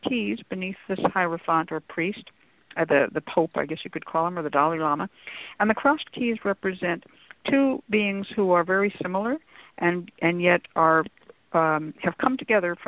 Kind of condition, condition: link, phone line